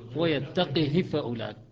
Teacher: القاف مقلقلة والهاء مكسورة كسرة صغيرة قصيرة يعني. ويتقه فأولئك، قاف قلقلة سكون وقلقلة والهاء كسرة قصيرة. · Term: القلقلة